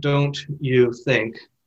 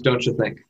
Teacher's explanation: And we actually take the sound of the T of don't changes a little bit in front of the U, the Y sound of U, and becomes the affricate ch · Shown in: second take